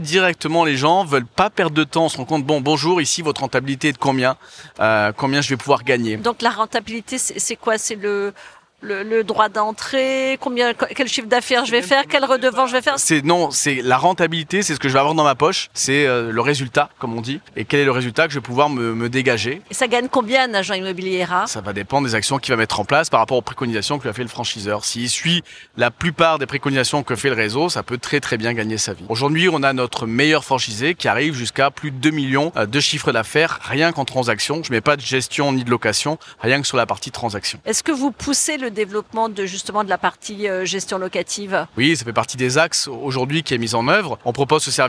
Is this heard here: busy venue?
yes